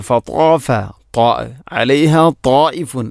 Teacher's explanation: ഫതാഫ അലൈഹ ത്വാഇഫുൻ മിർ റബ്ബിക വഹും നാഇമൂൻ, ഇവിടെ ഫതാഫ ത്വാ അലൈഹ ത്വാഇഫുൻ, അവിടെയും ത്വാ, രണ്ടിലെയും ത്വാ എന്ന അക്ഷരമാണ് ശ്രദ്ധിക്കേണ്ടത്. ത്വാ എന്ന അക്ഷരം ഉച്ചരിക്കുമ്പോൾ നാവിൻ്റെ മധ്യഭാഗം അണ്ണാക്കിലോട്ട് ചേർന്ന് വരണം